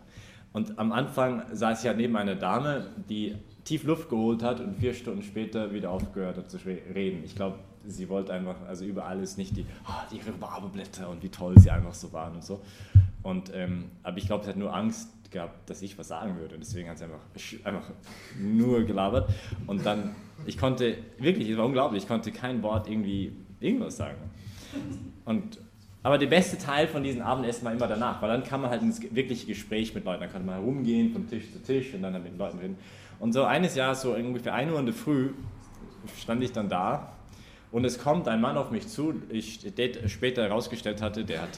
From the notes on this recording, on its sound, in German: Die Predigtserie findet innerhalb der "BeFree Messe für junge Erwachsene" im Zentrum Johannes Paul II.